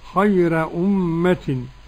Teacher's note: قرأ ورش عن نافع بترقيق الراء